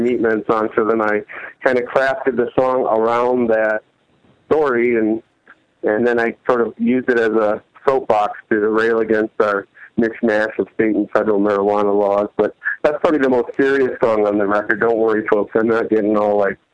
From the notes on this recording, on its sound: Phone calls.